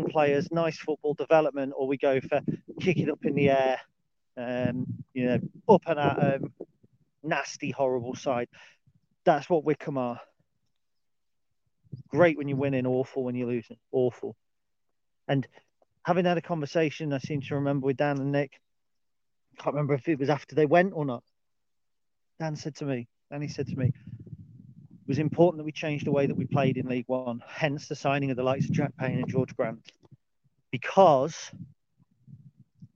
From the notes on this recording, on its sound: Dog Walk Special 11. A dog walk special.